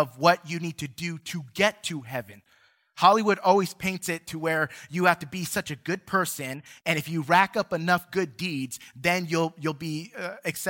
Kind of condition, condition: setting, large echoing room